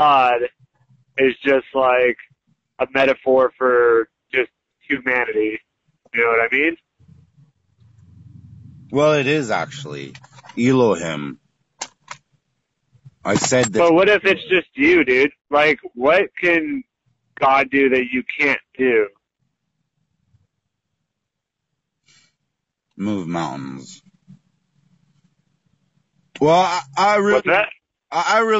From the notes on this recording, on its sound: Phone Call.